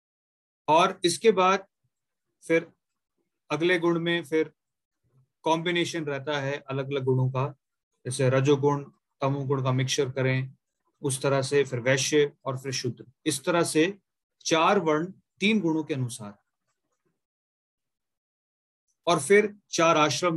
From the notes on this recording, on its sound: Zoom recorded class